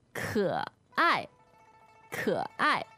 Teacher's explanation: So K-E, third tone, A-I, fourth tone.